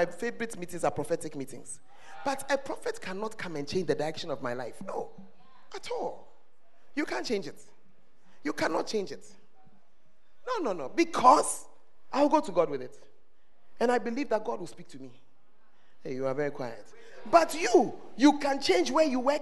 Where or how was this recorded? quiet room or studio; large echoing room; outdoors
large echoing room